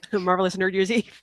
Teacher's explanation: Just think of the R sound, like, as you're saying marvelous, and the R is already set for nerd.